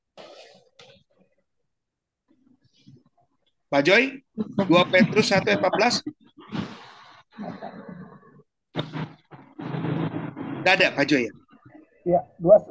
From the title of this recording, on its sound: Audio Zoominar